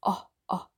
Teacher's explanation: Die Lippen sind gar nicht so gespannt wie bei dem O, bei dem langen O, sondern sie sind, ja, fast nicht gespannt, kann man sagen. · Term: kurzes O